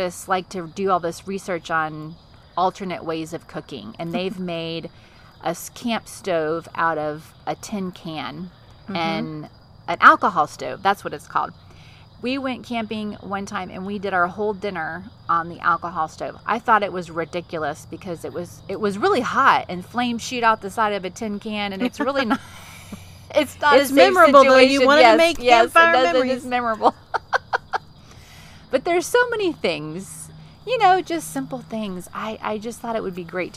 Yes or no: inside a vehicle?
yes